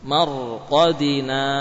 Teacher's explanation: Kenapa tebal? Karena ro-nya sukun sebelumnya fathah.